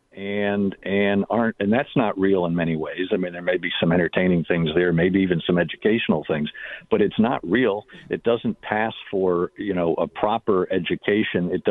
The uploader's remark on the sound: We play RANTS and take phone calls.